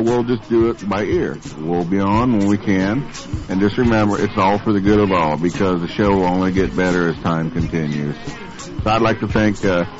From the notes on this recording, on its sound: Prank Phone Calls